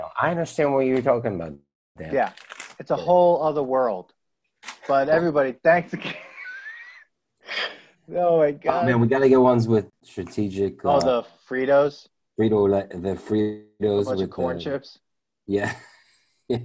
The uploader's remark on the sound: We recorded this on August 17th, 2020 on Zoom so there are some small sound discrepancies and tech issues